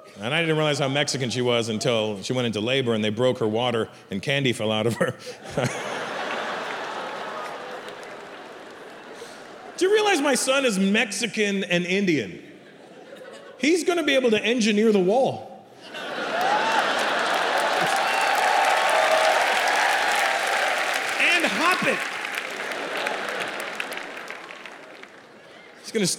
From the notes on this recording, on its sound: An international stand-up event from ‘the Motherland’. Recorded in front of a sold-out audience at Mumbai’s NSCI Stadium.